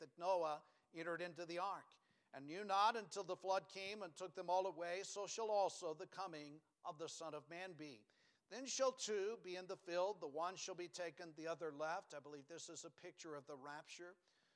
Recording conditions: large echoing room